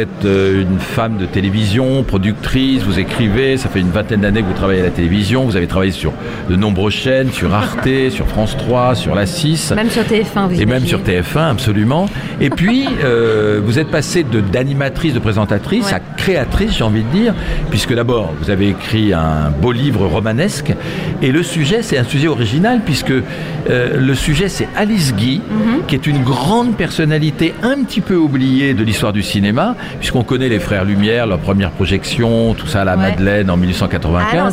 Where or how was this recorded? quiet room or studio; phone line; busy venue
busy venue